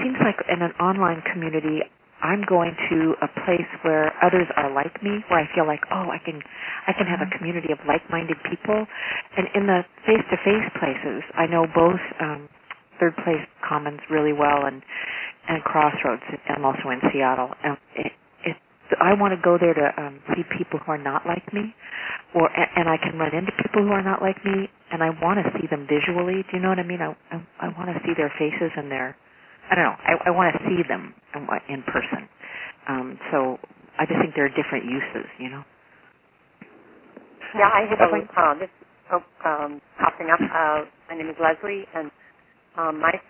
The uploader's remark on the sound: Call recorded on September 13, 2012.